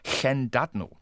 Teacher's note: Denn dieses Doppel-L wird als ausgesprochen. Also ein bisschen wie ein deutsches weiches CH, aber so, als hätte man einen Sprachfehler.